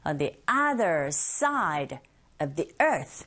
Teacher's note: 이렇게 강세 주는 부분은 other side earth 부분이 되죠